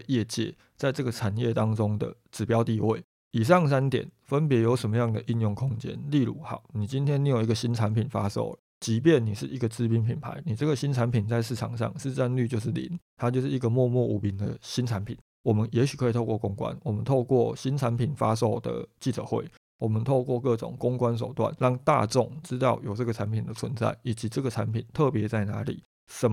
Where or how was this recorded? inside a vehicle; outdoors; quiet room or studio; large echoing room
quiet room or studio